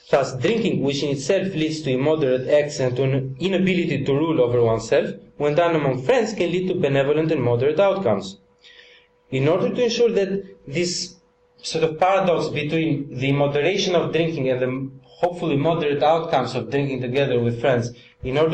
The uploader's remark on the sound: Part of the Politics in Strange Places conference held n Oxford University, September 2010.